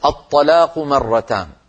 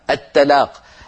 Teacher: الطاء مفخمة، لو رققناها تصير التاء، التلاق، التلاق صارت من التلاقي، والطلاق صارت من التطليق، اختلف المعنى مجرد تفخيم وترقيق.